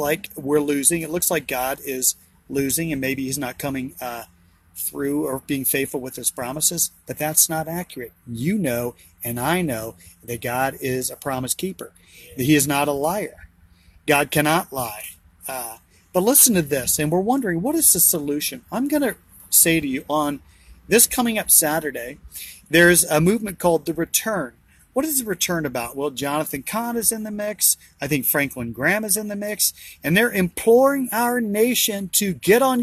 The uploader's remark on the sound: BROWN BAG IN THE VAN!